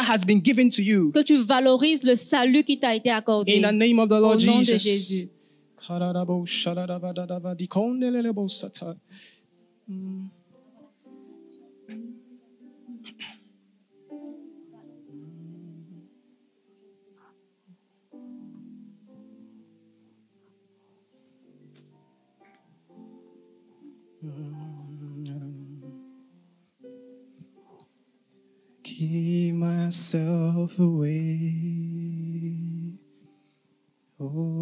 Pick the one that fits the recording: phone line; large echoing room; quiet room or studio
large echoing room